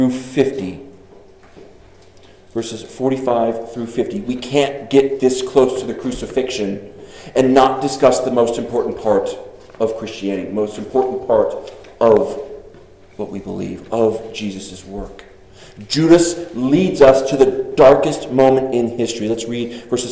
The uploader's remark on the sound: Delivered 6/4/23 at Congregational Church in Arriba, CO.